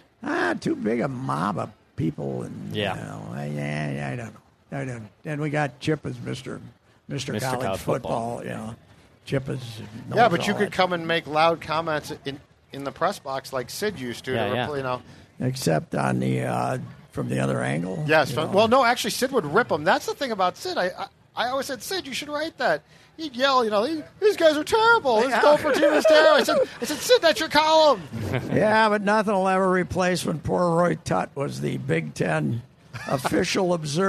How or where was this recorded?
busy venue